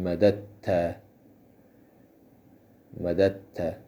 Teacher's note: یعنی دال دوم که ساکنه در تا ادغام میشود، ادغام متقاربه اینه. · Term: ادغام متقاربین